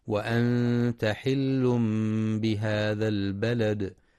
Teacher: ينتبه القارئ للإخفاء الحقيقي في وأنت ولإقلاب التنوين ميما لوقوع الباء بعده في حل بهذا